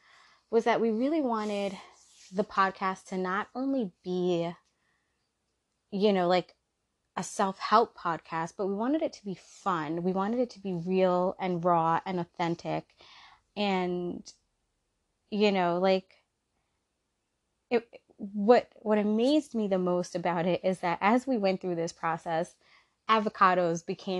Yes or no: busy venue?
no